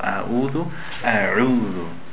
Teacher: The ayin is a little bit soft, a little bit. Yeah, try to give it a little bit more from the throat